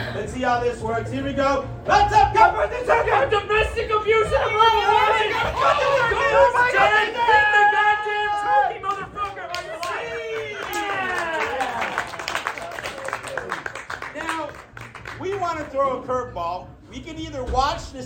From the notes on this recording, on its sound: My first live improv show since Covid, WITH FRIENDS!